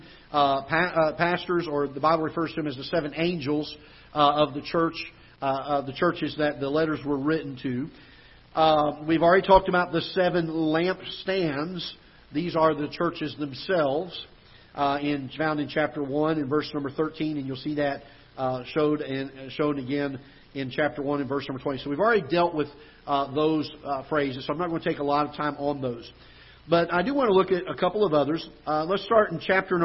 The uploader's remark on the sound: Ketha Heights Baptist Church ~ Live Broadcast.